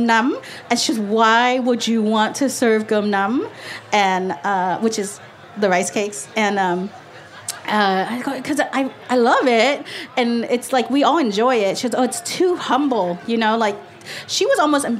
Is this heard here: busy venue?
yes